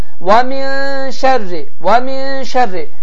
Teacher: nun səsi İxfa olunur, gizlənir, 2-3 saniyə uzadılır və səs də burundan tələffüz olunur.